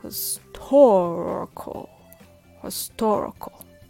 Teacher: In other words, the only syllable that stands out is the tor, and you can just mumble on the other sounds